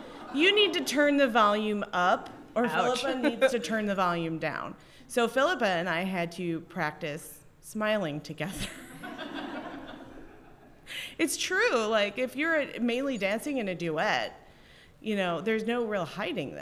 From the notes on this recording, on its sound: Got on stage at Reunion 2020 for their first (and maybe only) live episode. A few brave souls joined us for the largest intro clap ever. This episode was filmed live on January 25, 2020 in Scottsdale, Arizona, as part of Reunion 2020.